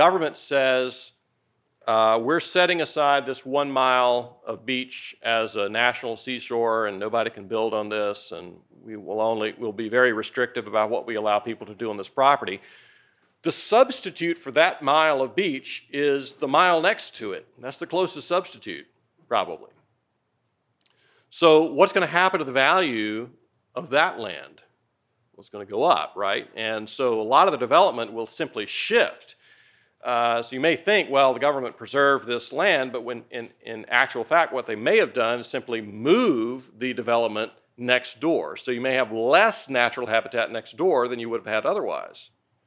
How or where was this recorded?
large echoing room